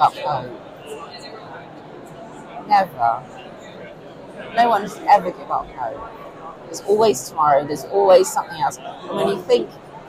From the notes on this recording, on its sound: FYI The Blue Earth Summit was incredibly busy! There is back ground noise but hopefully you will take away something from the mini podcasts we managed to record.